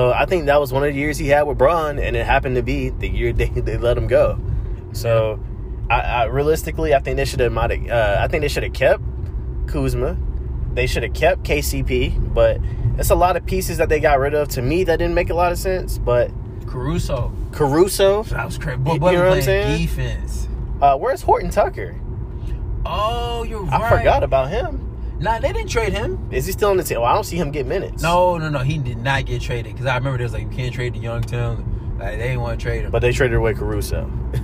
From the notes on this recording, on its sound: as we ride in the whip (never did I think I would do a podcast in the car lol)